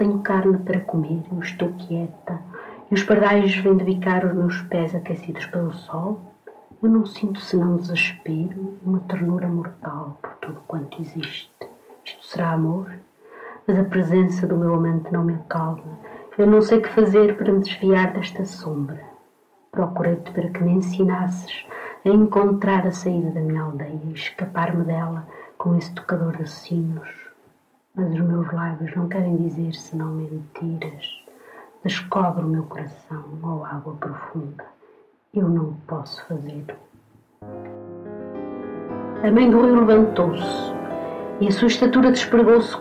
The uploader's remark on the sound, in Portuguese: Infelizmente, o áudio existente encontra-se algo degradado. Gravação original: Valentim de Carvalho, 1959.